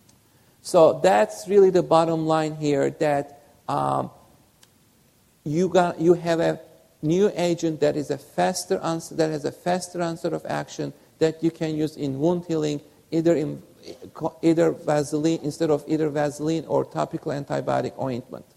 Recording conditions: live audience